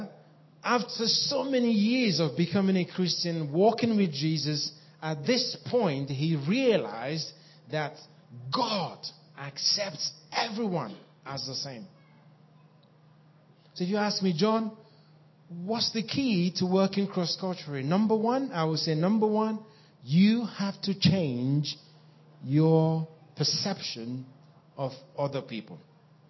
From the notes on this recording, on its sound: was recorded at North 2012 an event organised by ChristCentral, part of Newfrontiers.